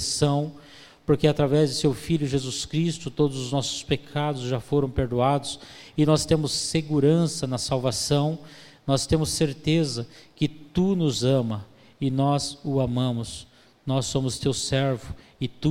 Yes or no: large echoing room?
yes